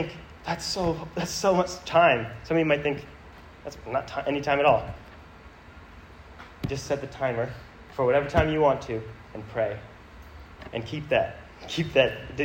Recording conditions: live audience